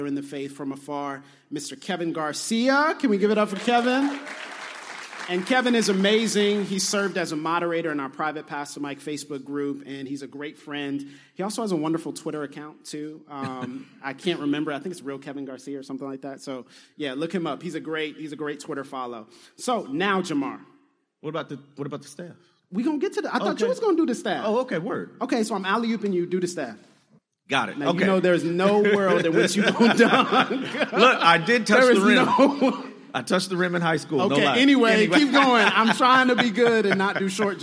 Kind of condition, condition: setting, live audience